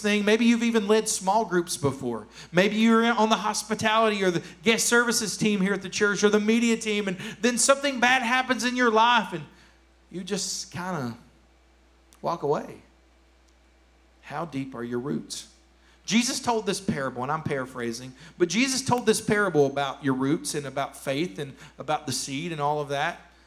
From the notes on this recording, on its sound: Here is a rebroadcast of our service from June 20th, 2021